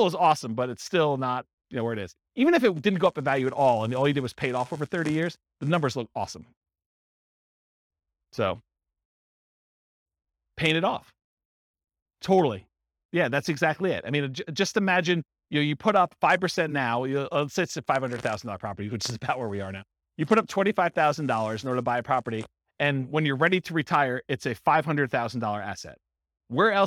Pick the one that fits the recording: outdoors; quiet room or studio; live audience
live audience